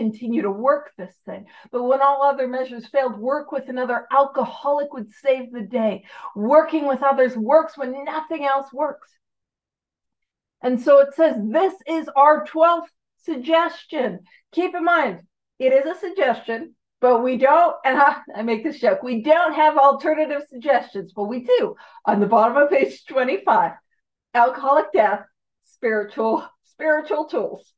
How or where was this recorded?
video call